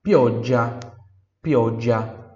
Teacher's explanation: Pioggia, pioggia, budia, pioggia, ele é um, é um pouco mais longo só, né? Um pouquinho mais longo essa, esse G, mas ele tem ainda o som de DG